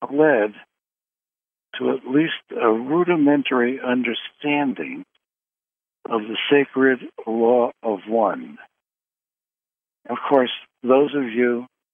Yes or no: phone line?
yes